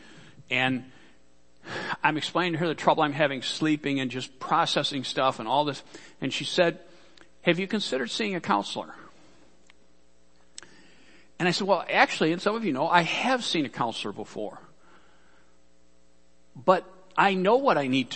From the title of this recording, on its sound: Worship Service - Audio